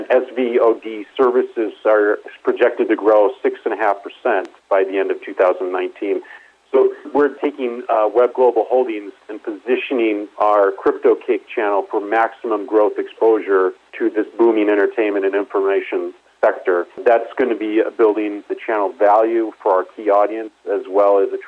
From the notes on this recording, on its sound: called in to SmallCapVoice.